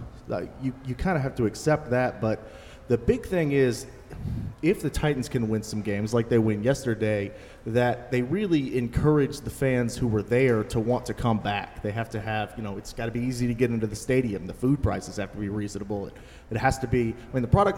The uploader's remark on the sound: Live From Dawghouse Saloon